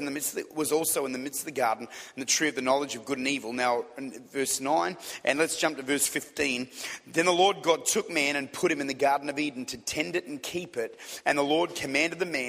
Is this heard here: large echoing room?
yes